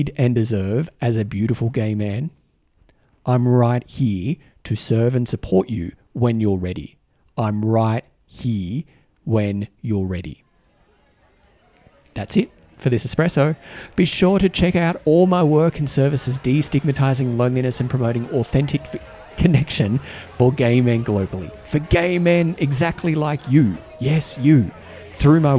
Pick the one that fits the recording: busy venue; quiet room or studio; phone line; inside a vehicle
busy venue